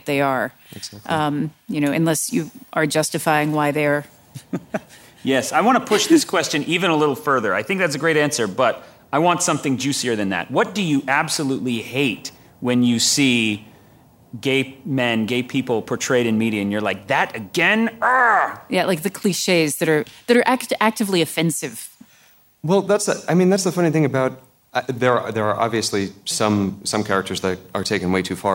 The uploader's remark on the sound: Recorded live at WXR 2017.